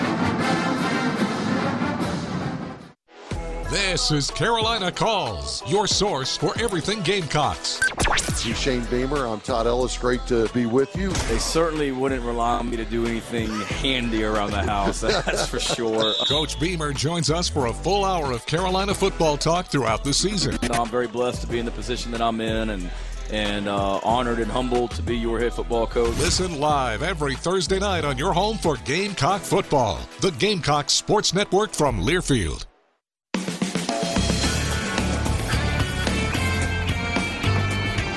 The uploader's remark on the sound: The Bud Light Call-In Show